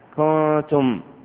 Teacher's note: ثم نبه المصنف رحمه الله تعالى إلى تحذير من التحذيرات المتعلقة بالإخفاء، فقال: وينبغي أن ينظر إلى ما قبل الحرف المخفى من الحركات فلا تخرجه عن حده، يعني لا تزيده عن القدر الذي يلفظ به صوابا، نحو كنتم، فلا تمد الضمة عند إخفاء النون لئلا يتولد منهما واو فتبقى كنتم.